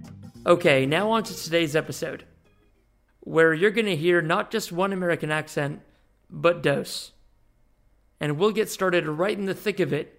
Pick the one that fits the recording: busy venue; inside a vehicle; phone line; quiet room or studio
quiet room or studio